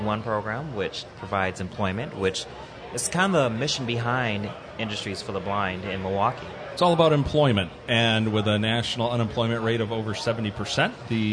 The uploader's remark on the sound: Live from DC. At the National Industries for the Blind Expo in Washington DC.